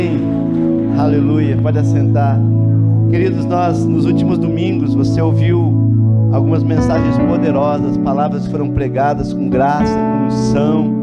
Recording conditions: large echoing room